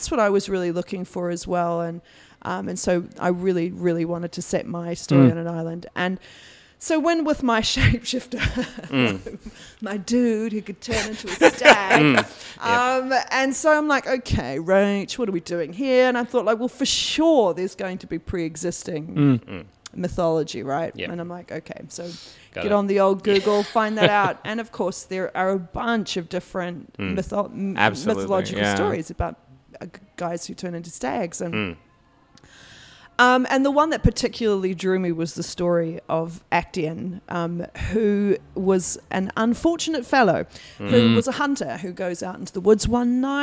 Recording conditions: busy venue